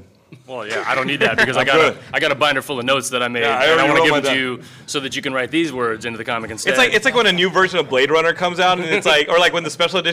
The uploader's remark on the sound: Geekscape Live at LA Comic Con 2023! In this special LIVE episode of Geekscape, we recap the fun, the sightings, the purchases, and MORE from LA Comic Con 2023!